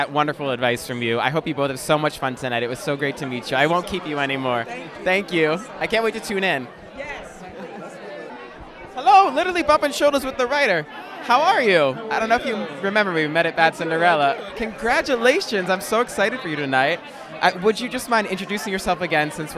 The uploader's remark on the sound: LIVE from Fat Ham Broadway Opening! On the Fat Ham Broadway opening night red carpet.